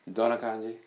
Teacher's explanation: So, very slightly, very slight pronunciation of ん.